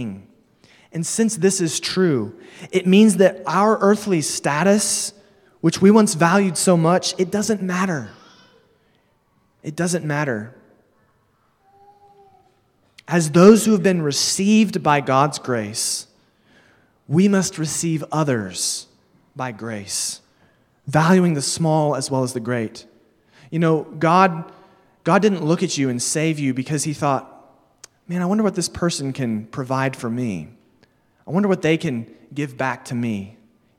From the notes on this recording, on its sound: Sermon delivered at Immanuel Baptist Church in Springdale, AR on July 31, 2022